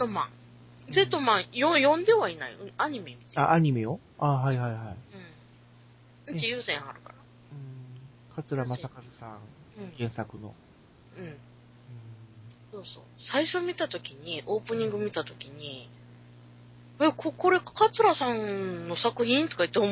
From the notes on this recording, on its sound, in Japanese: 今回は、収録した音声を編集し、仮BGMを付けるという作業をしてみました。もう少し音質を上げたかったんですが、Seesaaブログは最大２５Mまでしかデータをアップ出来ないみたいで、結局音質を落とさざるを得ませんでした。